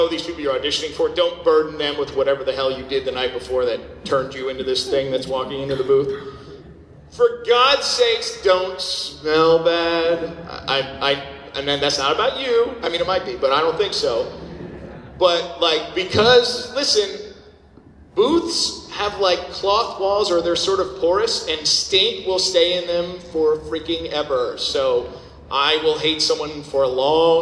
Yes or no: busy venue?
yes